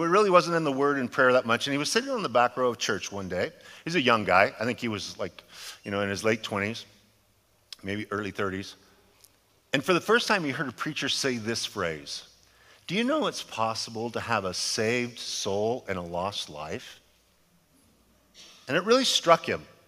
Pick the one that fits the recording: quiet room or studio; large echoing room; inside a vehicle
large echoing room